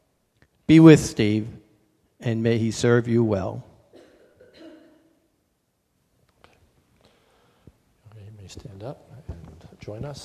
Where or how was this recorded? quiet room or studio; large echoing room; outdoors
large echoing room